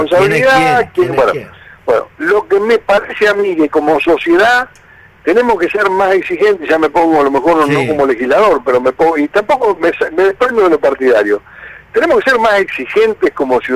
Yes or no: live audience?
no